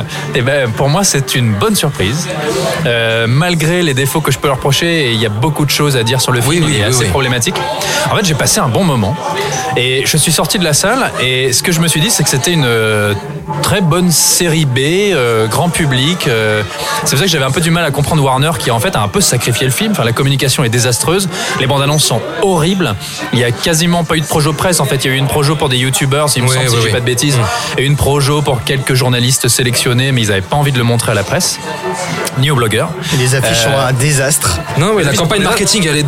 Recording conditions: busy venue